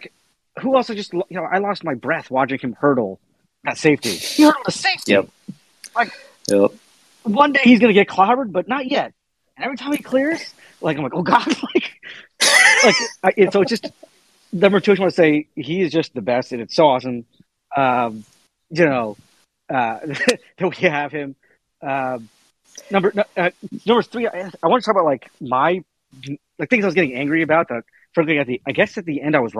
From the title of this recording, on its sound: Postgame Call-In Show